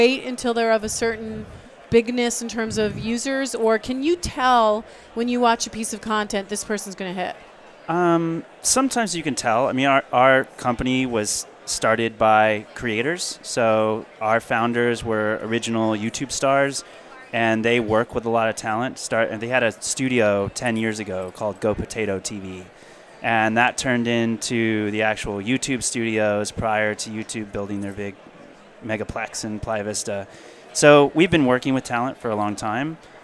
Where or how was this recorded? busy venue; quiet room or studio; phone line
busy venue